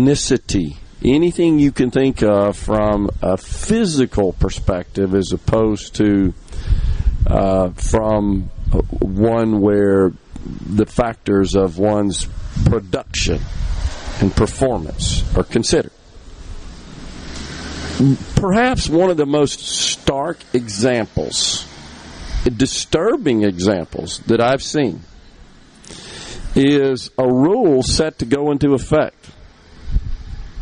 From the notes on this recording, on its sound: Is LIVE from Walley Properties in Ellisville. Under the SuperTalk Mississippi tent.